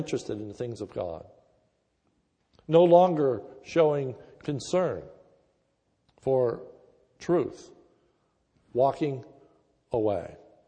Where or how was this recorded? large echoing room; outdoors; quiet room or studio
large echoing room